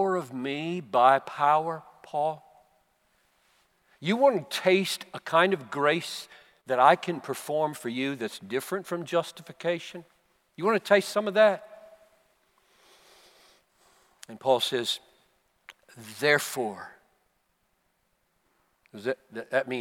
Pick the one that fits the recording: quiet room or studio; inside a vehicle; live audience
live audience